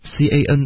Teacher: can 这个字能一般它实际发音就会弱读成一个肯